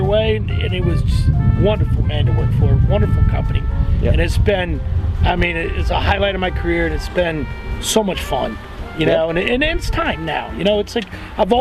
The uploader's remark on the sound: chats lakeside